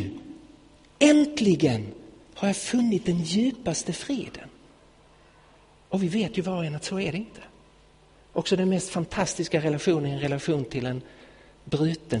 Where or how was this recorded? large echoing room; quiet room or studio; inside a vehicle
large echoing room